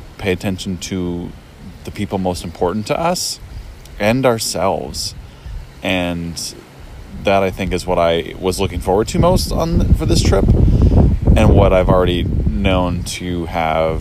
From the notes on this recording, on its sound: Live (or taped) from the beach in Cancun